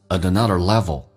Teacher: 那个 t 跟后面的 a 形成一个连音，变成 another, t 要被浊化